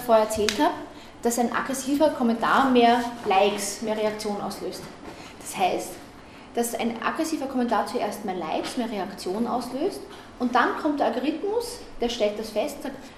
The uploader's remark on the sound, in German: Auszüge aus dem Vortrag. Auf Einladung der Grünen Bildungswerkstatt OÖ in Attnang Puchheim hielt.